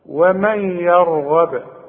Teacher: انا قلقلت الباء، هي مضمومه بس انا وقفت فلازم اقلقلها